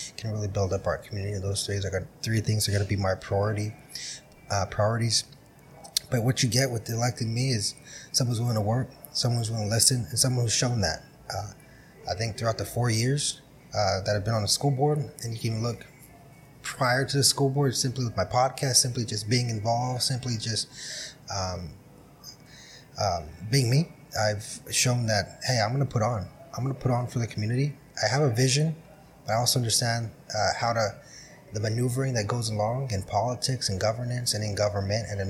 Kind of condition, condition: setting, busy venue